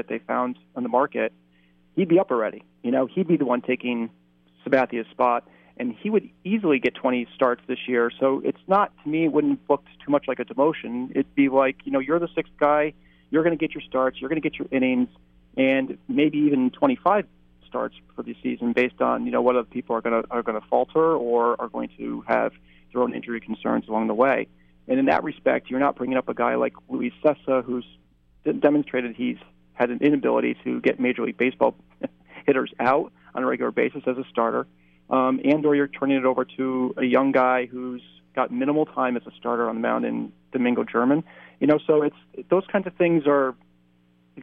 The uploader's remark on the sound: calls in live from the Mets-Nats game down in DC